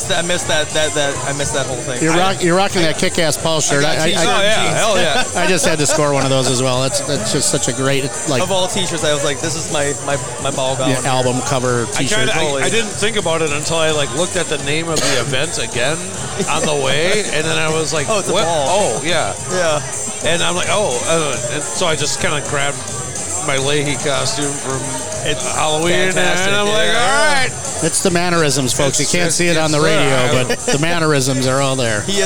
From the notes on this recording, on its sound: live recording of the Grand FunDuro Ball at the Illinois State Park Beach Resort and Convention Center